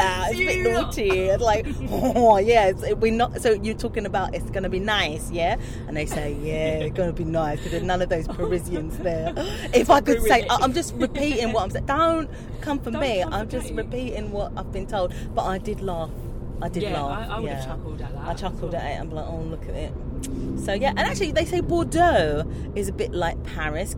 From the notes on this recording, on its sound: We jumped in the car